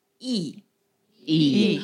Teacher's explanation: Fourth tone, so go down, and that means principle.